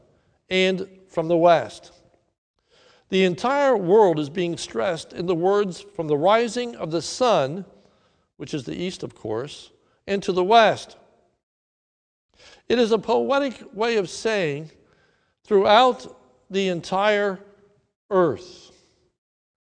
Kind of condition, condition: setting, large echoing room